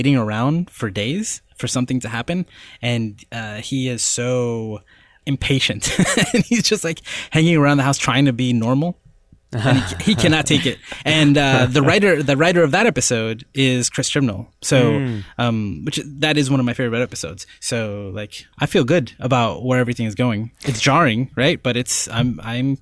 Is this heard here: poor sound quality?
no